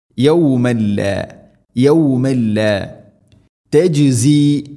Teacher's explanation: തൻവീന് ശേഷം ലാം ഇദ്ഗാം ബിലാ ഗുന്ന മണിക്കാതെ കൂട്ടിലയിപ്പിക്കണം